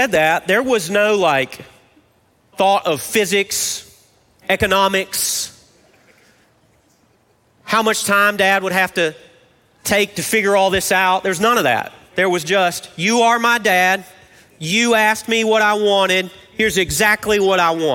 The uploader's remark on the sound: Recorded live at Brookwood Church on 08.06.23.